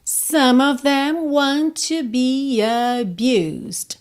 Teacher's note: Esse E de abused não é pronunciado.